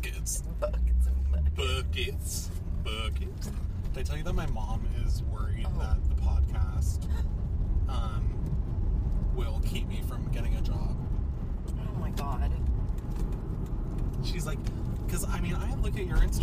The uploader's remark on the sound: carcast